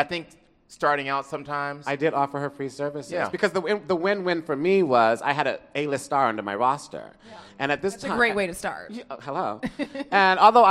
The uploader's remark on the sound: Live studio audience show. At the Capital One Cafe in Chinatown for the big event.